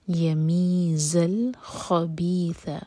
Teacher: یہاں پر جو ہے ز بزنگ ساؤنڈ کے ساتھ. یمیز الخبیث خواہوی اور اس کے بعد ہے ث، سین نہیں ث، خبیث من الطیب، تو پر شدہ اور تو ہیوی ہوگا منہ بھر کر پڑھیں گے.